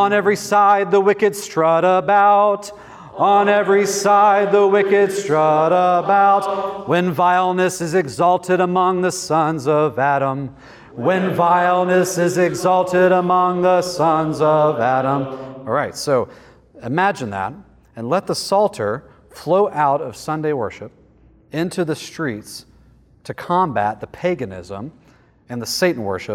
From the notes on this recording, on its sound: lecture from the 2023 Theopolitan Ministry Conference